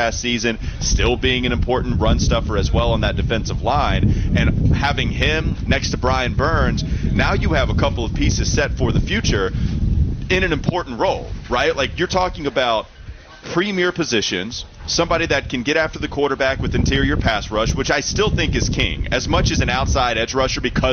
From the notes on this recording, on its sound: Get off the bus live from the Wells Fargo Championship at Quail Hollow.